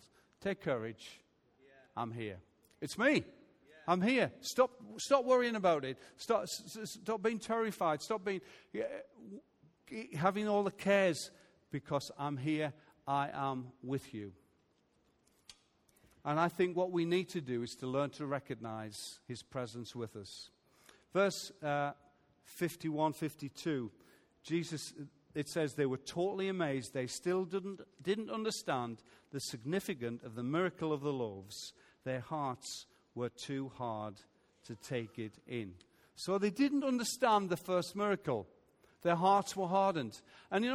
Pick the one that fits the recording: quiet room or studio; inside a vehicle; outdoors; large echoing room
large echoing room